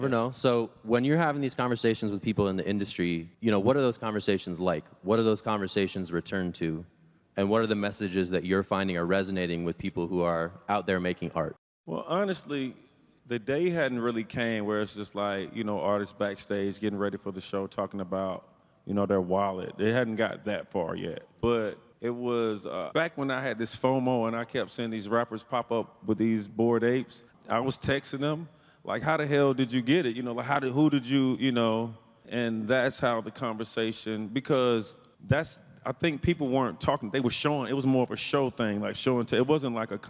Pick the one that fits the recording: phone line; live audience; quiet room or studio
live audience